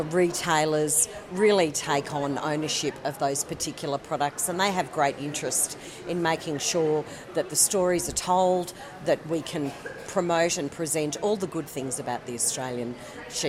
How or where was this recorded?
busy venue